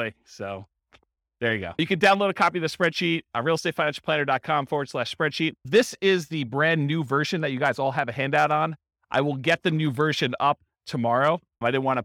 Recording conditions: live audience